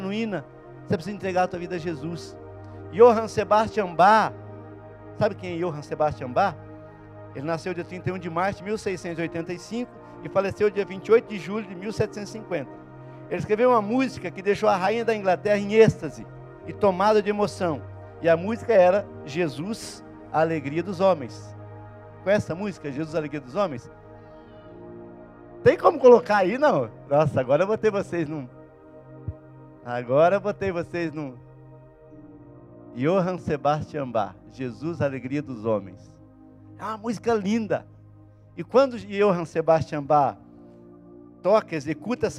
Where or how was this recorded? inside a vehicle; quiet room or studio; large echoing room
large echoing room